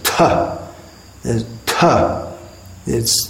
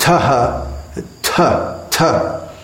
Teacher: There's a breath sound, quite a strong breath sound. · Shown in: first take · It's not th, th, th.